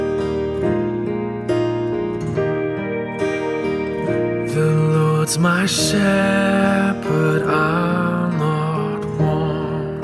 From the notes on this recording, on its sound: This week the main service is from Christ Church, Ballyjamesduff which is part of the Kildrumferton Group in Co. Cavan.